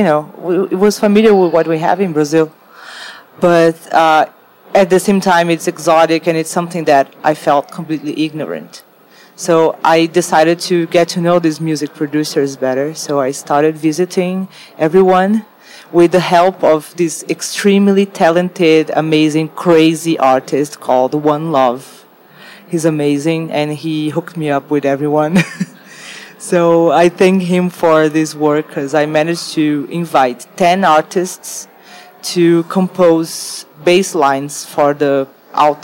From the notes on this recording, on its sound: Live from Untitled Art Fair